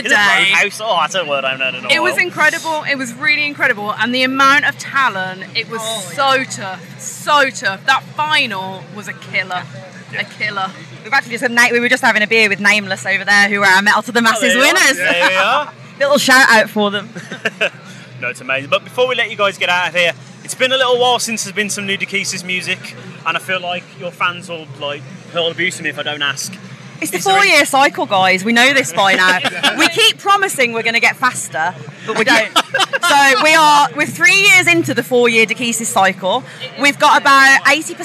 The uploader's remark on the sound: From our 'Live from Bloodstock 2023' series.